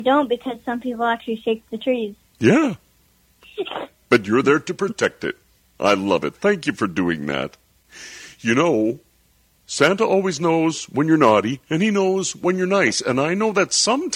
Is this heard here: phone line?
yes